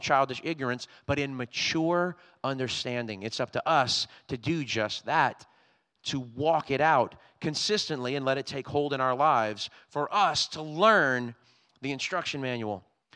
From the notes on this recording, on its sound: Was recorded on Sunday, August 21st, 2022, during service at The Anchor Church in Rockport, Maine.